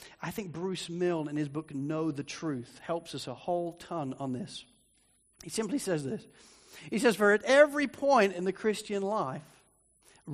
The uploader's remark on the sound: Sermon recording from Sunday 3rd March 2024